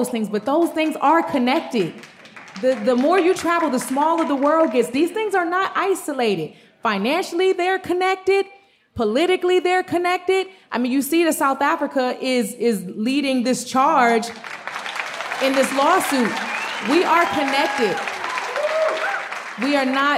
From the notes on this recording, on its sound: Live At The Apollo. A live audience at the Apollo Theater contributes ideas. This conversation was programmed as part of The Apollo’s Uptown Hall series. The podcast episodes are lightly edited from our live broadcasts.